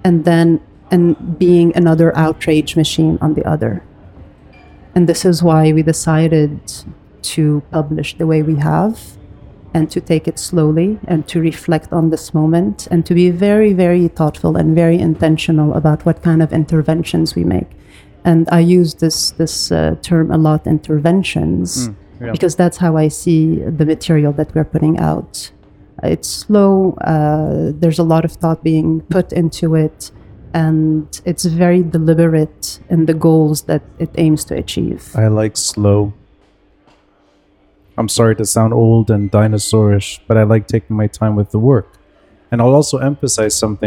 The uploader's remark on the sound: Live Video. Recorded live at Aaliya’s Books.